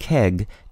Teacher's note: The word keg contains two velar consonants, K and G.